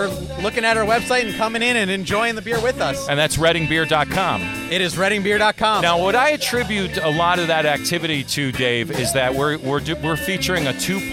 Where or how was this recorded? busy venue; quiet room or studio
busy venue